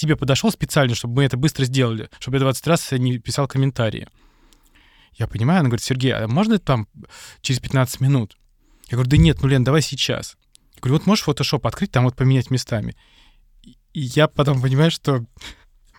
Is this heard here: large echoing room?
no